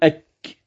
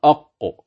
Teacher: إذن فأقصى اللسان بعد مخرج القاف، فالقاف يكون أدخل جهة الحلق والكاف يكون يعني أدنى من جهة الفم